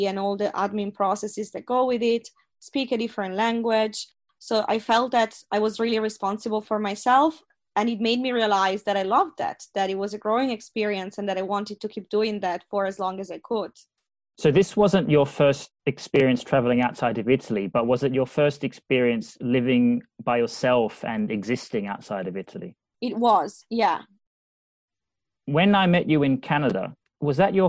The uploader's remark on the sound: Zooms from Liverpool across the Irish Sea. In her natural habitat - Dublin.